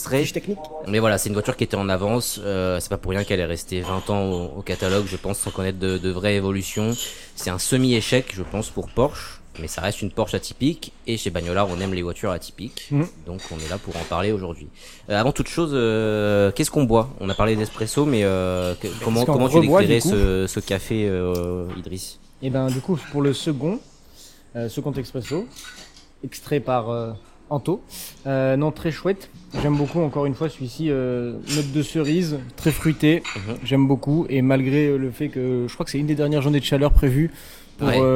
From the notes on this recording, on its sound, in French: Toujours enregistré chez Deep Coffee Roasters à Marseille. Autour de quatre espressos, de pâtisseries, d’un jus de fruits et d’un latte glacé.